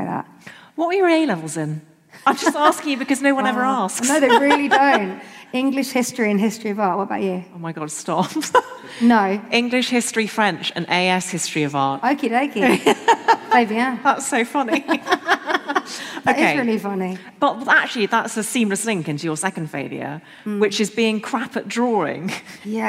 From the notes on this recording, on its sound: How To Fail LIVE. This episode was recorded live at Shoreditch Town Hall.